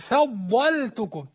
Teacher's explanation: خلي بالك من كلمة فضل، اللام دهيا بعض الناس بينطقها يقول إيه فضلتكم فضل، لا لاحظ ترقيق اللام لأنها مجاورة لحرف استعلاء مطبق، مستعلى مطبق هو الضاد، فما تقولش فضلتكم، لازم تاخد بالك بالفاء مرققة والضاد مفخمة